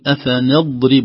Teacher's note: أفنضرب، ننتبه نقول أفنضرب، لا نقل الضاد، لا نقول أفنضرب نض، خطأ، أفنضرب نسكن الضاد ومع استعلاء وقوة بدون قلقلة، وكذلك مع ترقيق الهمزة أف وليست أفنضرب.